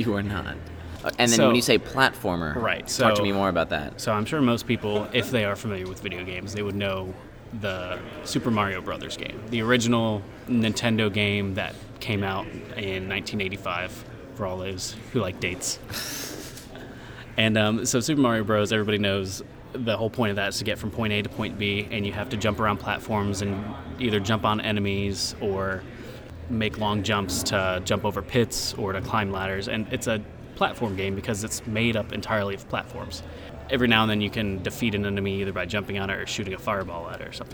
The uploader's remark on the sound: records an episode live at MAGFest 2018's MegaMan-athon Charity event